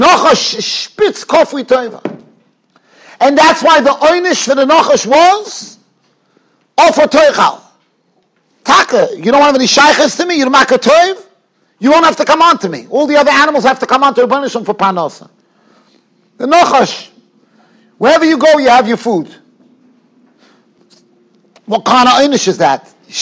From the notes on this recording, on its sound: Shiur recorded in Yeshivas Ohr Reuven, Monsey, NY.